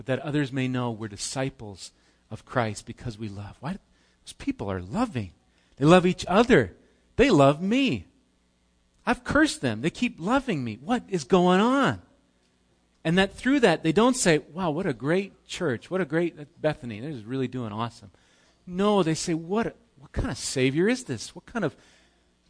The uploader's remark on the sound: Recorded live at Bethany Bible Church on 5/27/18